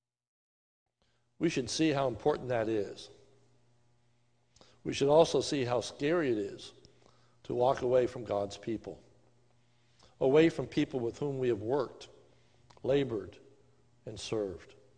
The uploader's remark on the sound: This is a sermon recorded live on 11/15/2020 during the evening service at the Lebanon Bible Fellowship Church in Lebanon, PA